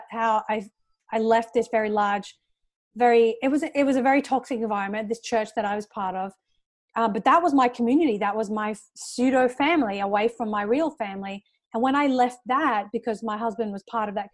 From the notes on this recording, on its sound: Recorded via Zoom during Covid-19. Recorded via Zoom during the Covid 19 pandemic.